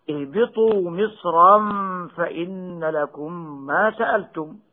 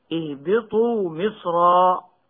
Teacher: أما كلمة مصرا المنونة بالفتح بسورة البقرة فلا خلاف في تفخيمها وصلا ووقفا